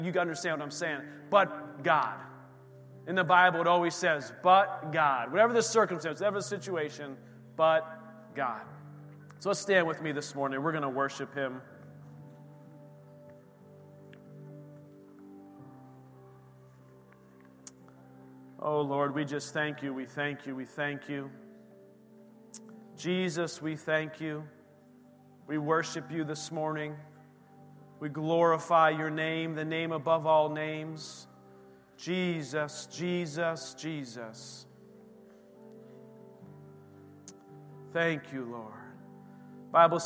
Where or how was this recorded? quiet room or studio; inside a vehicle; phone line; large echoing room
large echoing room